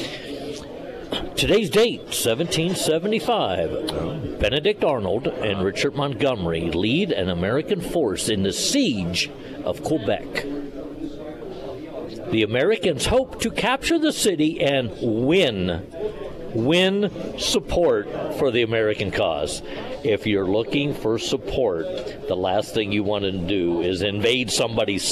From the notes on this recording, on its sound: live at Scramblers Diner